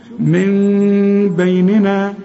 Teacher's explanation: انما هل انطقها ميم كاملة؟ لا، يحصل يعني زي ما تقول نص ميم كده، يحصل انفراج في الشفايف، ما تضم الشفايف · Term: إقلاب